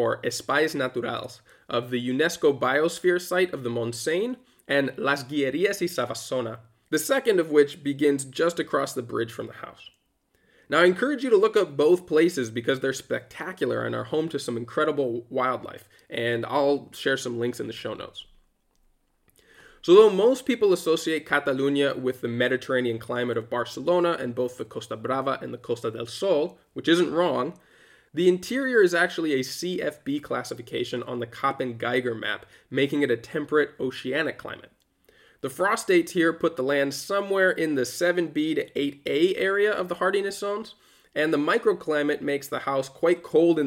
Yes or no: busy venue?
no